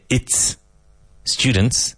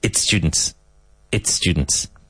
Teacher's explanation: We want to eliminate the Spanish E in front of words that begin with S plus consonant. · Shown in: second take · Term: link